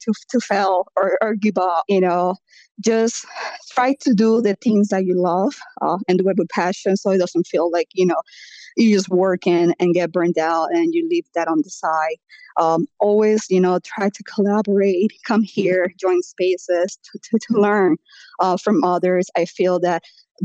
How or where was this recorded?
video call